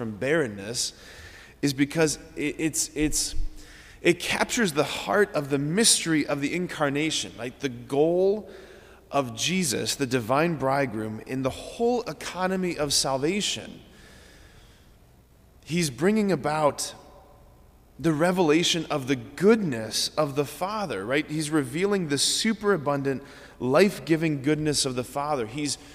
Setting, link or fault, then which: setting, large echoing room